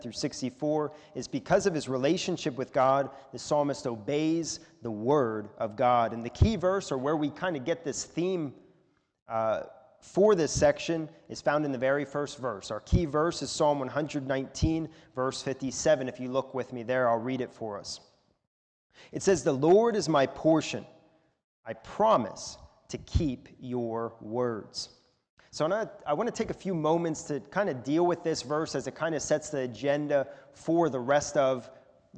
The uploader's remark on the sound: a sermon recorded at the Lebanon Bible Fellowship Church in Lebanon, PA during the morning service on 10/31/2021